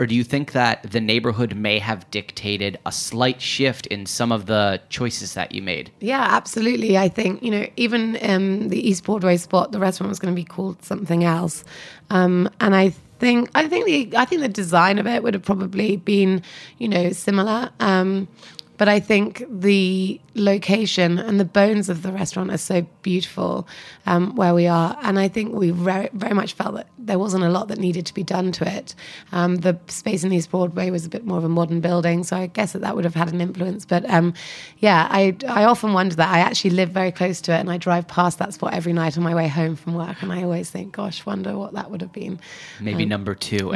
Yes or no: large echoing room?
no